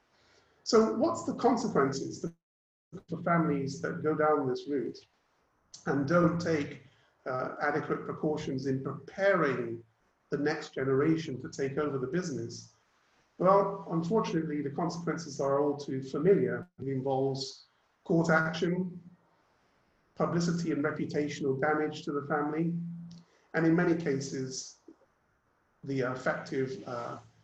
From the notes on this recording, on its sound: Webinar audio recording dated 26 Aug 2020.